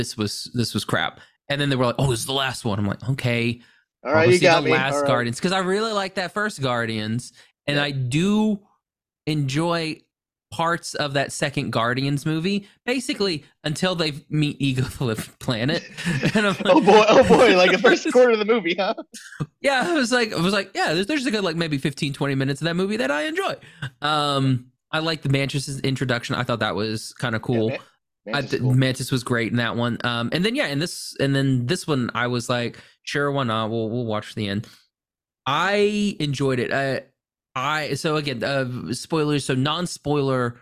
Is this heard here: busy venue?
no